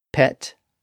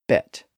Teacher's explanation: the vocal folds are left open and silent when we make the P sound, but they're narrowed and activated when we make the B sound. So, p is voiceless, and b is voiced. · So, p is voiceless, and b is voiced. Pet, bet. Pad, bad. · Term: voicing